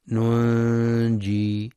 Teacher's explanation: نون ساكنة بعدها جيم، إخفاء حقيقي بغنة مرققة